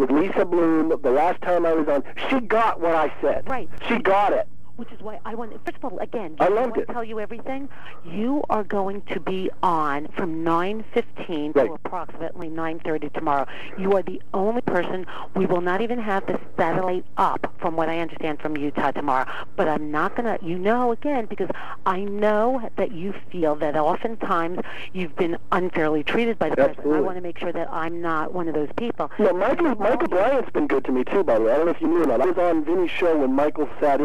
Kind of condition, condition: link, phone line